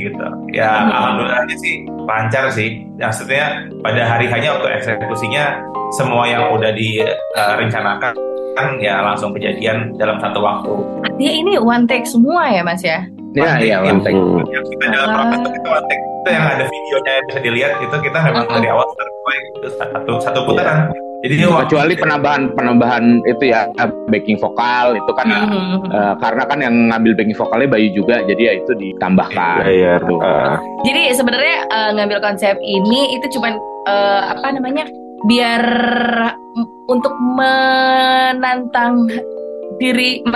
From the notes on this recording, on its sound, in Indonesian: program live zoom I Radio Makassar yang dikemas sebagai podcast